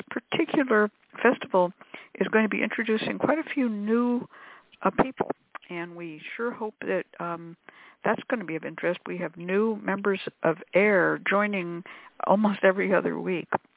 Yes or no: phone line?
yes